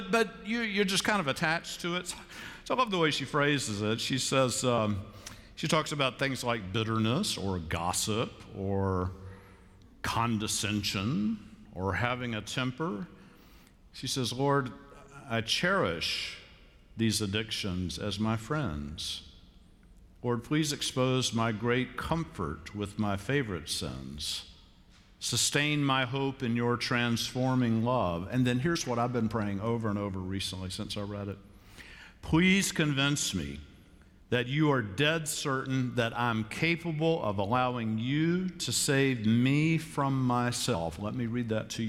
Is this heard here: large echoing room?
yes